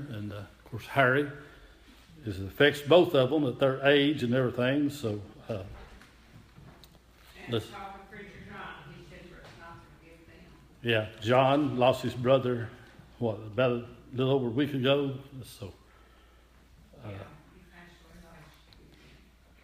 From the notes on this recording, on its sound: Audio Recording of Worship service at Persia Methodist Church in Rogersville, TN